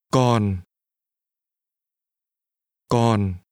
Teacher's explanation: Notice the low falling tone.